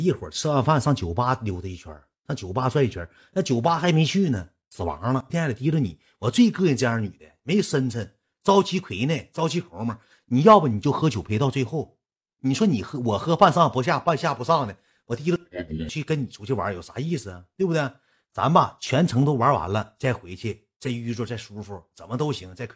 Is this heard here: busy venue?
no